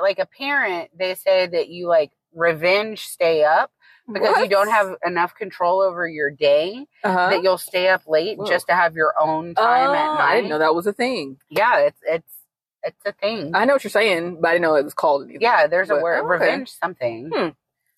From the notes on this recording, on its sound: Joining us in the car this week.